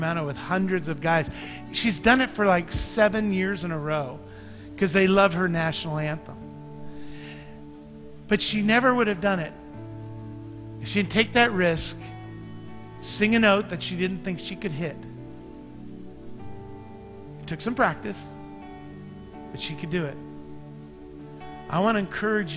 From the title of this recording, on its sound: Mt. Zion Church Live!